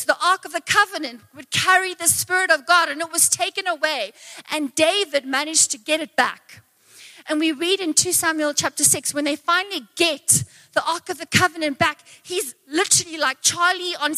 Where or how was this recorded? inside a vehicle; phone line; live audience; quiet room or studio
live audience